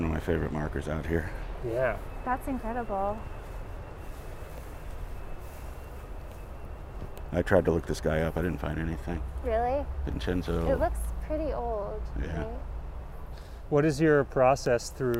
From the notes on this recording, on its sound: We go on a walk through Old Calvary Cemetery